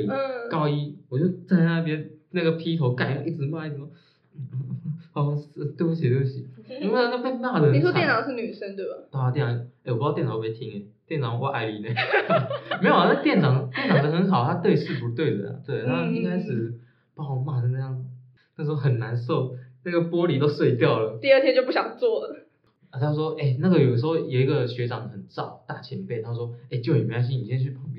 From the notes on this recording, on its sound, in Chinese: 音量也越來越大。耳機用戶可能會因我們收音設備不足導致收聽品質下降。